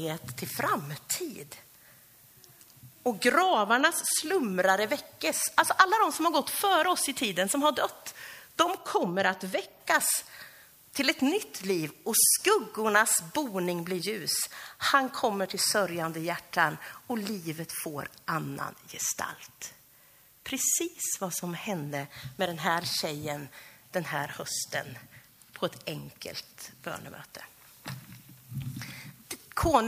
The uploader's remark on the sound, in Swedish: Inspelad under gudstjänst i Löfstadkyrkan i Tranås första advent 2023-12-03.